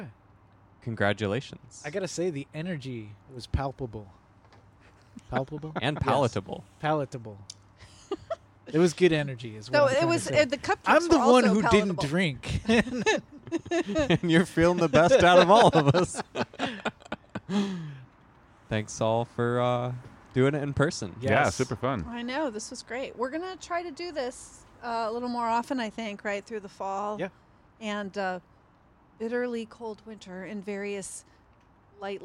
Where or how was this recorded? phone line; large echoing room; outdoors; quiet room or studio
outdoors